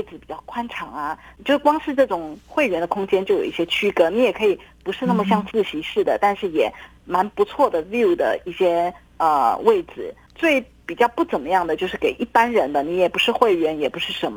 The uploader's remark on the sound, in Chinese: 連線訪問中央社駐上海記者。